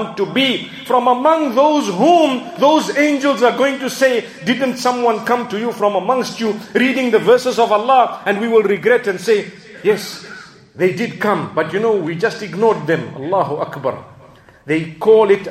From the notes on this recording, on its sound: Jumu&#8217;ah Lecture Masjid Ibaadur Rahmaan Uitenhage Eastern Cape